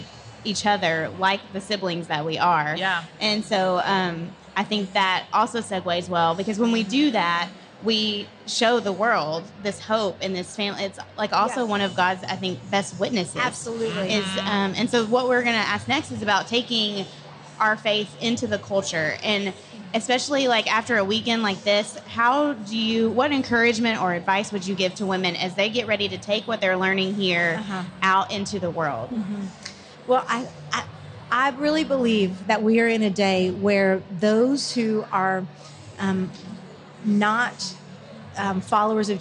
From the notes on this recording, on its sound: We sat down at Lifeway Women Live in Orlando